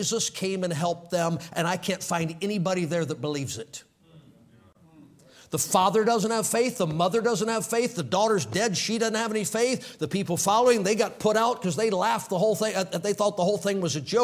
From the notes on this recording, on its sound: Orginally preached on April 10, 2023 at the Victory Baptist Church in Milton, FL.